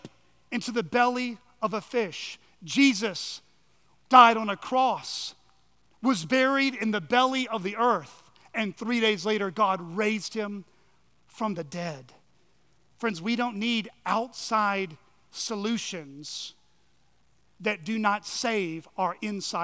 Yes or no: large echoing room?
yes